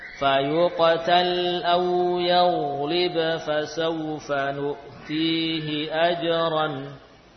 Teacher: kita dapati qiraah kita membaca ba yang bertemu dengan fa dengan jelas. Makanya ada tanda sukun. · Term: Idhar